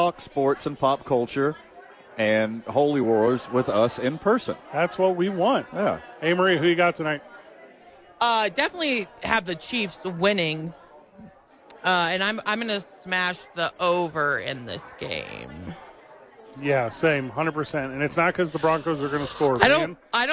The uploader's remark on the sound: live at Sadies